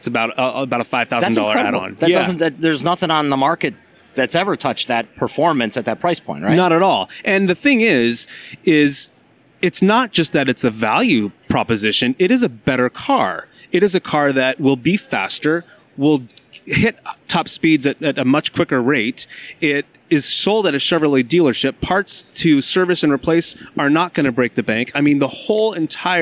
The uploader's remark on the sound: I did get to sit in one and record a podcast at the LA Auto Show.